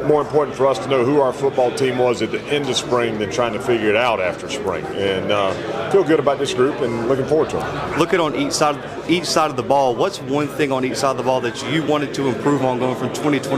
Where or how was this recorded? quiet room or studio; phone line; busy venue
busy venue